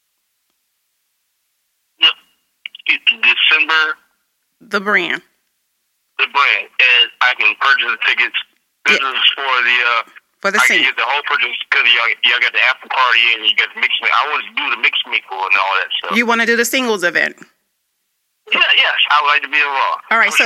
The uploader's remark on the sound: invite followers to call in and ask questions